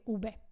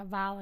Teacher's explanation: Pretože oni písmenko v a b vyslovujú ústami úplne rovnako. · Shown in: first take